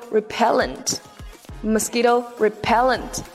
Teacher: The stress sound is put on the letter P, repellent.